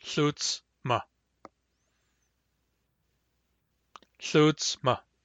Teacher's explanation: The word for woman in central, sutsma, is never pronounced with an s. It's just sutsma.